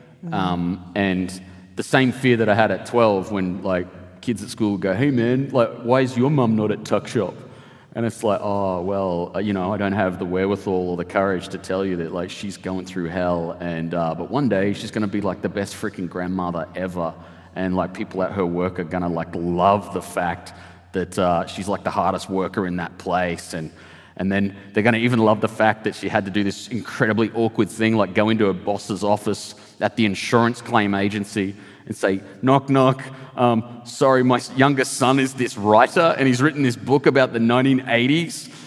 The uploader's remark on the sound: This episode was recorded at a special Sydney Writers' Festival event in October 2023.